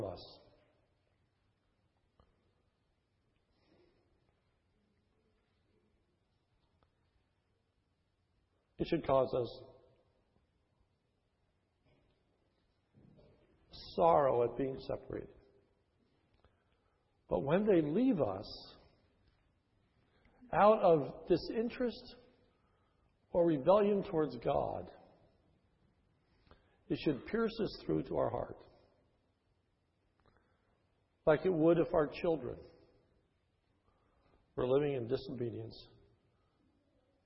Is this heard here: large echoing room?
yes